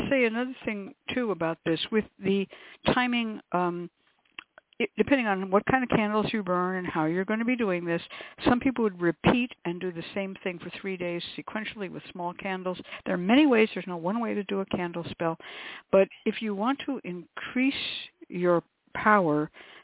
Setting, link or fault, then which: link, phone line